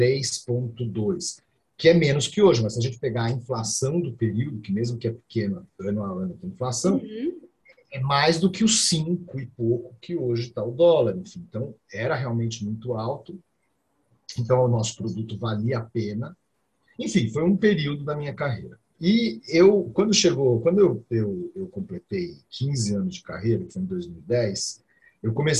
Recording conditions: video call